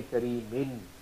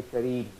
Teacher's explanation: You will say kareem. So you will drop the tanween totally. · Shown in: second take